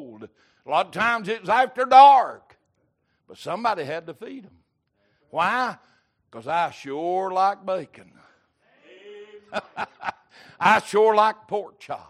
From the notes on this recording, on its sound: Sunday Evening Service